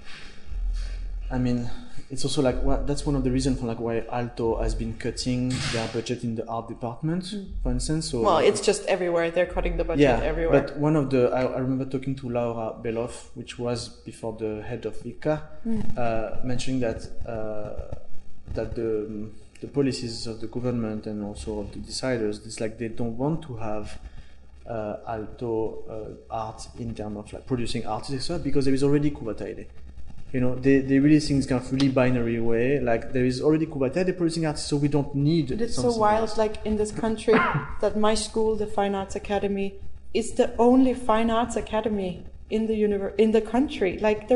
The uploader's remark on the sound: There was some electrical interference making noise on the recording, which I have cleaned and removed as much as I could without making our voices too strange. When we walk & talk through the exhibition the soundscape is fine and you can hear the sound of the artworks.